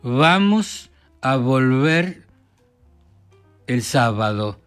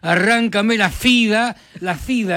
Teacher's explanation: la B corta y la B larga suenan igual, las dos son bilabiales sonoras · Shown in: first take